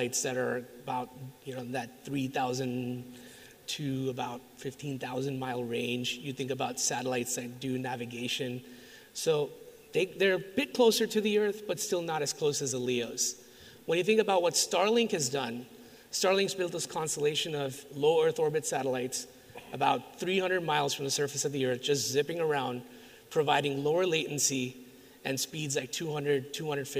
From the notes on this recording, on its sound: LIVE at Wireless West. In our first episode live with an audience. This episode was recorded in front of an audience at the Wireless West Conference in Las Vegas.